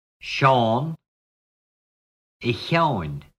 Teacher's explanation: When certain words beginning with SEO or SIU father are lenited, SH is the same pronunciation as slender CH. SH in the lenited form of the name Sean is also pronounced as slender CH.